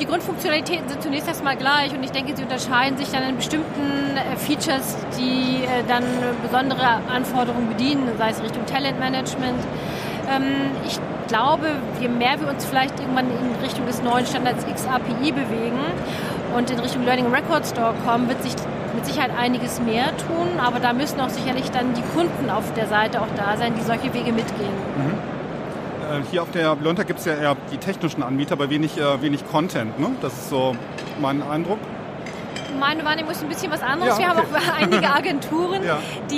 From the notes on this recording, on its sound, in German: Waren auf der Learntec in Karlsruhe und haben neben eigenen Eindrücken auch live einige Stimmen von Ausstellern eingefangen.